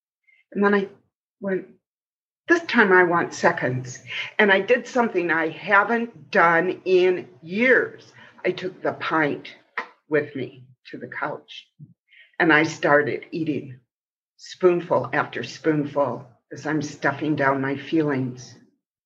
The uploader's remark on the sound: Our two feature truelogue stories are from GRIT's live (virtual) event in June 2021.